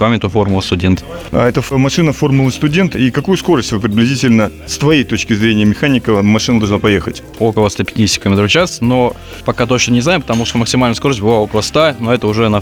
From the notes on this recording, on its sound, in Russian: Записано на Байкале в рамках серии репортажей с места проведения мероприятия.